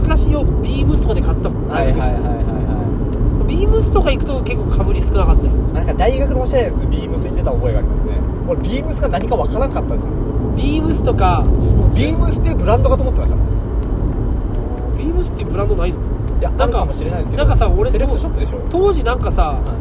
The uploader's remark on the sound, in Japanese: 営業中の車の中で